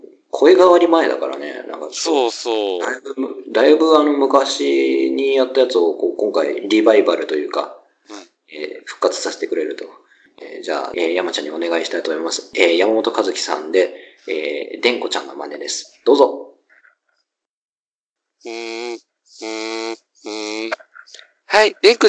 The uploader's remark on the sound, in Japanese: 録音技術と編集技術が後退したのか聞きづらいのは許してくださいな